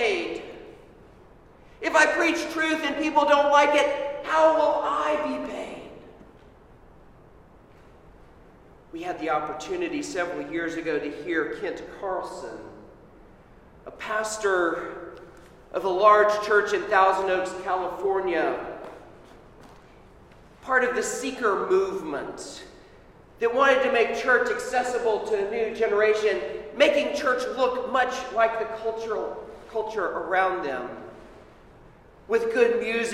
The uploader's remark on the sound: Sermon at Holy Trinity Anglican Church on 1 AUG 2021